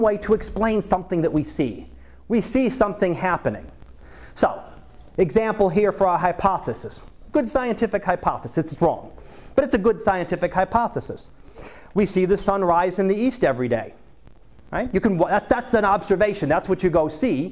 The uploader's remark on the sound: Live Class Lecture